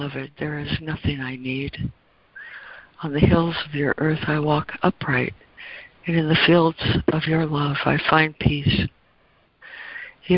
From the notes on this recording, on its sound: ACIM Daily Conference Call